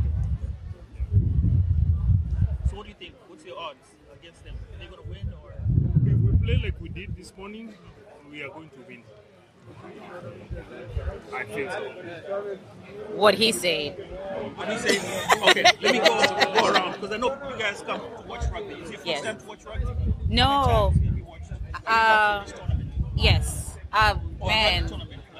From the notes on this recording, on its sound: We will also hear conversations and sounds from the stadium